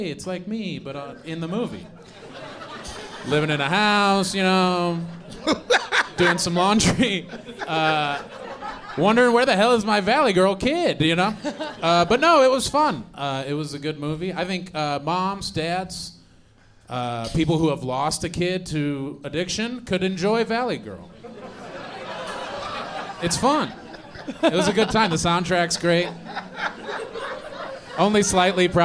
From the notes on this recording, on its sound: Live from Comedy Works in Denver